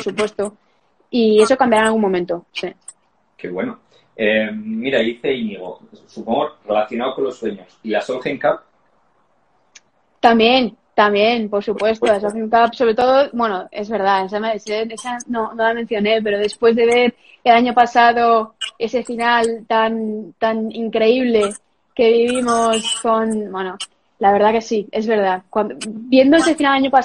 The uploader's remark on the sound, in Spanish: en Instagram Live el 11 de amyo de 2020